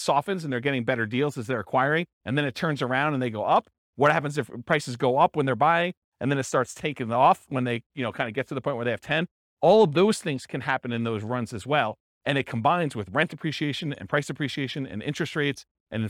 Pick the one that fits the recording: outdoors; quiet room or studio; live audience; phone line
live audience